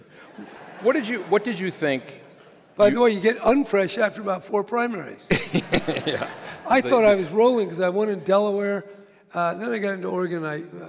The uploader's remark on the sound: (LIVE in San Francisco). Recorded at the Herbst Theatre in San Francisco.